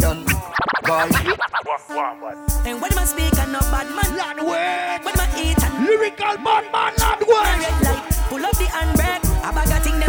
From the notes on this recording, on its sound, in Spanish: 2 horas grabadas en el aniversario de bongos